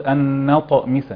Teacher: فلابد أن نراعي تفخيم الطاء وترقيق ما قبلها وما بعدها، فنقول أن نطمس والقلقلة مع بين القلقلة.